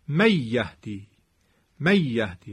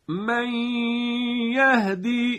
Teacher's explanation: اما میگیم نه، مع الغنه است. مع الغنه یعنی این که صدا بیفته توی خیشوم، صدا غنوی بشه، خیشومی بشه · Shown in: second take · حالا به اصطلاح عامیانه تو دماغی، و دو حرکت هم کشش، دو حرکت میزان کشش.